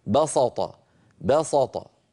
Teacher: لكن بعض القبائل العربية كانوا بسبب مجاورة السين للطاء بسط يفخمون هذه السين بسبب المجاورة، مجاورة السين للطاء القوية المطبقة المستعلية، فإذا فخمت السين انقلبت صادا فيقولون بسط بسط.